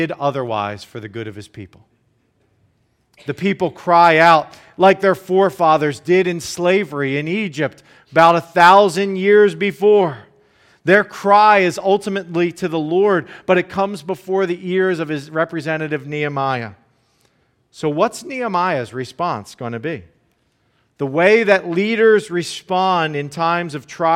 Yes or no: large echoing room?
yes